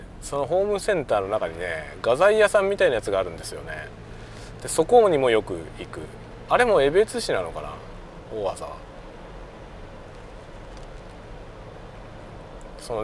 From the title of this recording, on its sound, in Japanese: ドライブ収録】運転しながらダベるよ